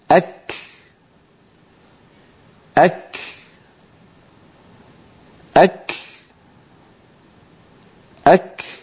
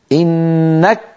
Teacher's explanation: لابد من بعد شدة الكاف من همس وراءها · Shown in: first take